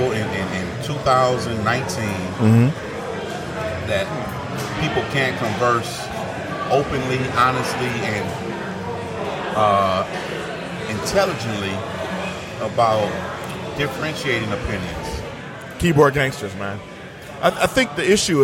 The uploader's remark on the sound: Live at Old Nation.